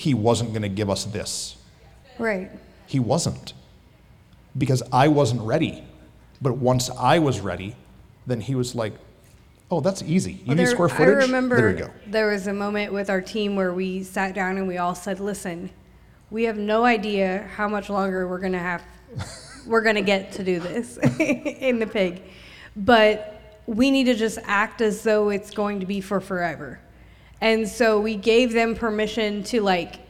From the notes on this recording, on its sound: At our live recording event, we hosted a Q&A session!